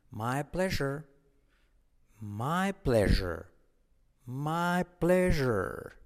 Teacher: Es como SH activando las cuerdas